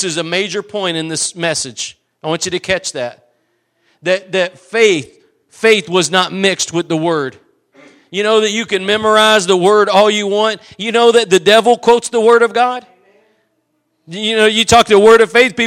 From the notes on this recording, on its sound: Preached at Gospel Lighthouse in Bossier City, La.